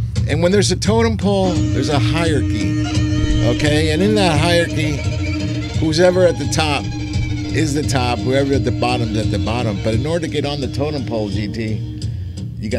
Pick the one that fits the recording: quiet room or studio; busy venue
busy venue